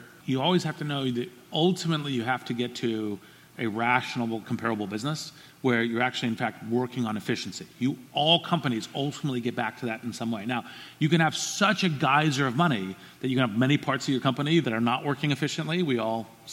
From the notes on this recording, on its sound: This fireside was recorded at The Scaleup Offsite, an event focused on scaling companies co-hosted by Greylock Partners and YC Continuity.